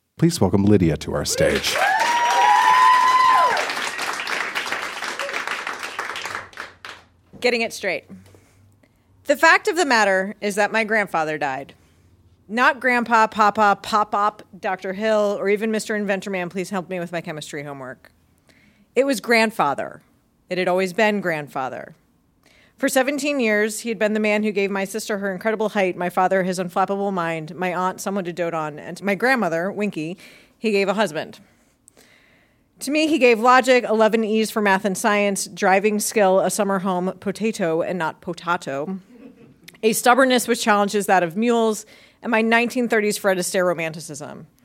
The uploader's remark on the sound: Recorded live in Chicago.